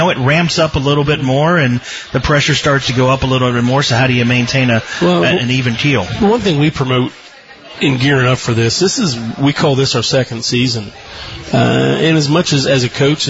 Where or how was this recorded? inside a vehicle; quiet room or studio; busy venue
busy venue